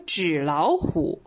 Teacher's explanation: 只将第二个字变为二声，第一个字和第三个字依旧保留三声的发音